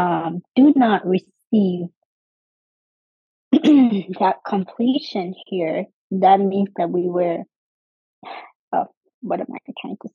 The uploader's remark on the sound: There is a whole lot of noise outside.